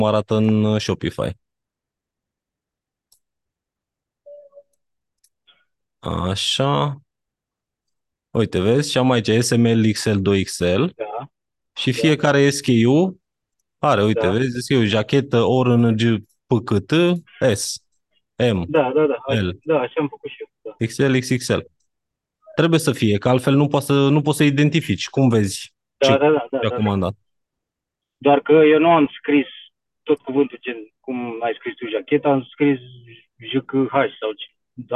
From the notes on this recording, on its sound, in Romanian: Conferinta Zoom Saptamanala EcomSchool.